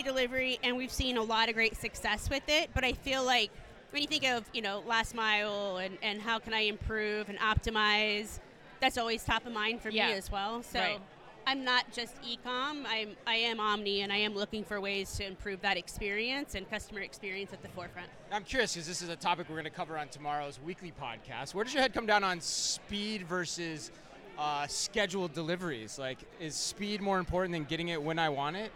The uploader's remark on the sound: Live From eTail. Live coverage at #etail2024.